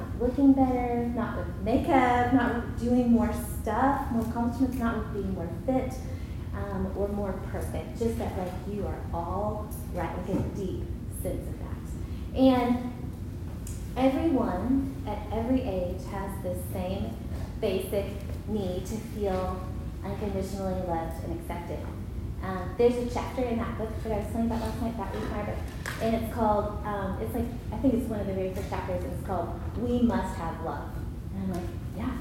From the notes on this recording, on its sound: Recorded at Union Church.